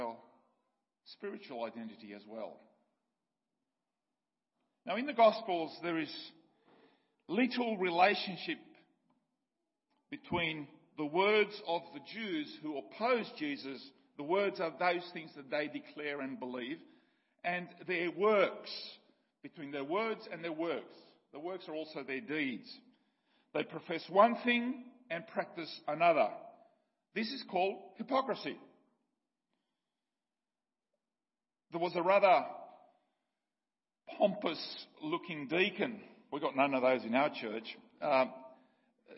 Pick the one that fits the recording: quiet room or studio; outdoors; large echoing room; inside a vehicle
large echoing room